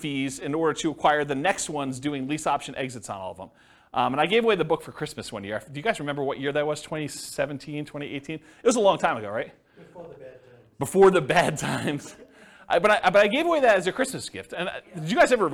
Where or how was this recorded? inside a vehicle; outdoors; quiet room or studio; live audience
live audience